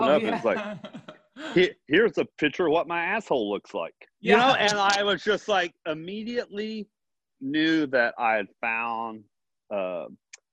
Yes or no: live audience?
no